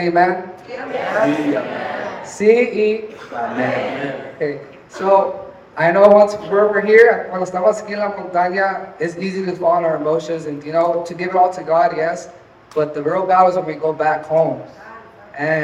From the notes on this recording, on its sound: Live from YTH Retreat. Live podcast in front of 100 youth at Holy Ground 2023!